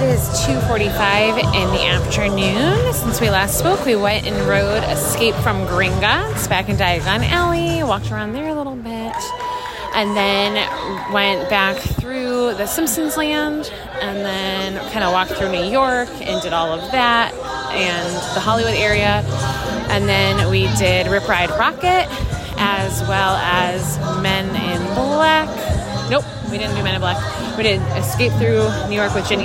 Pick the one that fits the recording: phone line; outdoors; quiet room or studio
outdoors